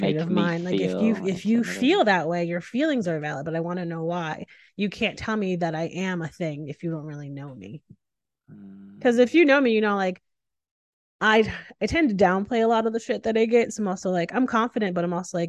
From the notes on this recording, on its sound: This podcast was recorded via Zoom.